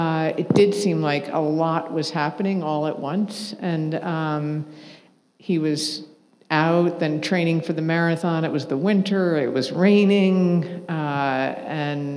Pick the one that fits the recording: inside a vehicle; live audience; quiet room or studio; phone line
live audience